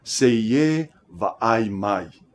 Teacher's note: The glottal stop creates a short pause between two vowels, separating the two sounds.